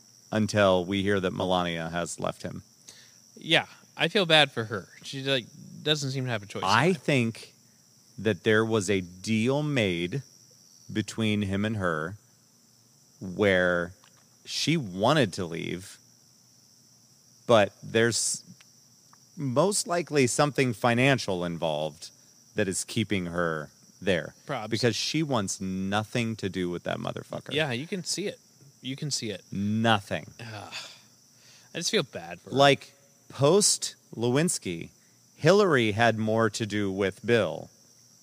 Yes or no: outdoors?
yes